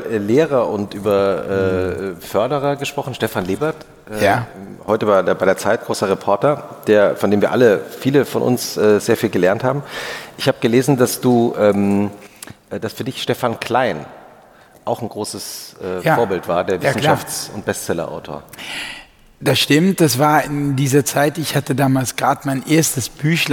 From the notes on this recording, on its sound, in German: aufgezeichnet vor Publikum auf der Digitalmesse re:publica in Berlin